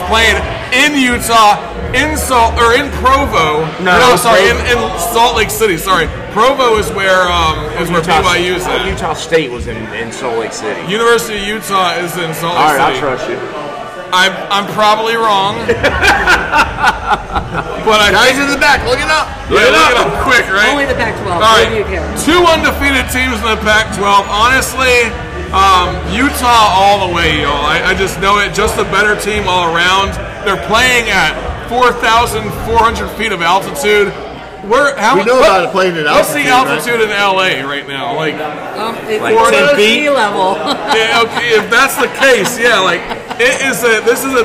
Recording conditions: busy venue